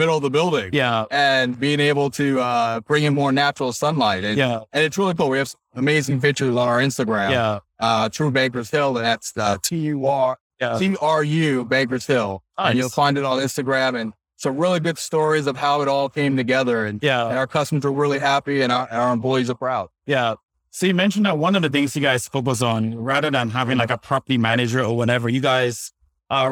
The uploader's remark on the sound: LIVE at Optech